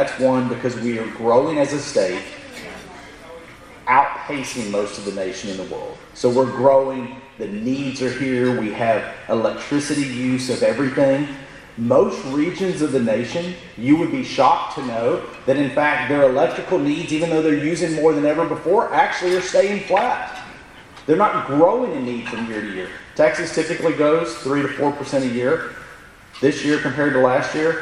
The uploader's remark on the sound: In Brownsville, Texas. Here is an audio recording of the Q&A session.